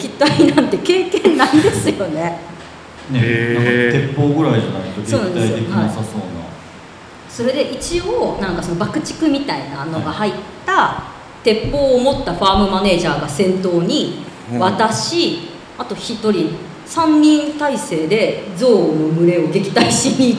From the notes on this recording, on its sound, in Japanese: トークイベントの模様をお送りします